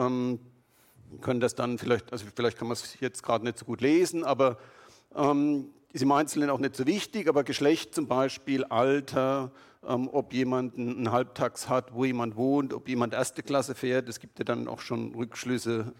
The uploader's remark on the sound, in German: Gemeinsam diskutieren wir mit ihnen und dem Publikum die Hintergründe und wie wir uns wehren können.